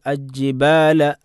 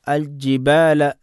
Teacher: ലാമിനെ ജീമിലേക്ക് ഇദ്ഗാം ചെയ്ത് ഓതാൻ പാടില്ല, അവിടെ ഇൽഹാർ ചെയ്തുകൊണ്ട് തന്നെ ഓതണം · Shown in: second take